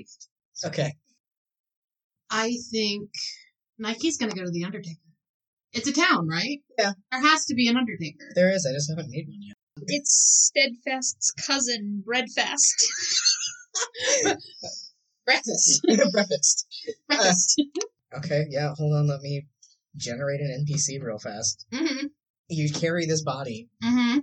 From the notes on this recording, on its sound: Also the audio is slightly messed up, idk why. A few words get inexplicably dropped.